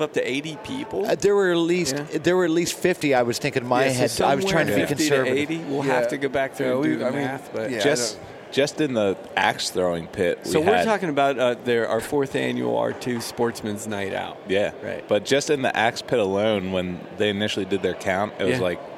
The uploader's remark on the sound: Live from the Great American Outdoor Show